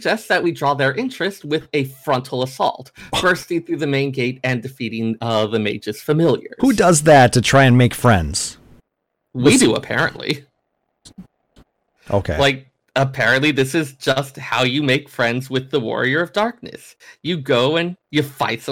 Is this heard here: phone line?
no